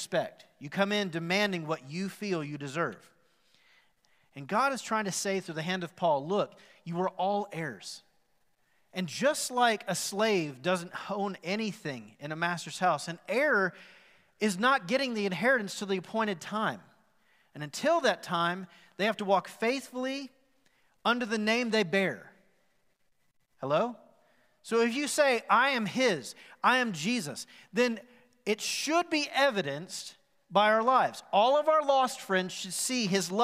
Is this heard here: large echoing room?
yes